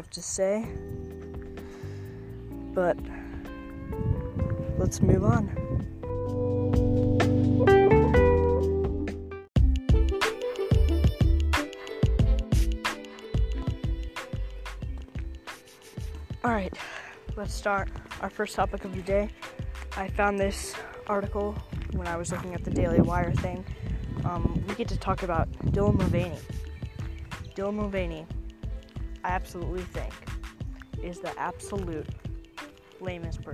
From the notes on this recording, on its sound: I am so sorry about the wind.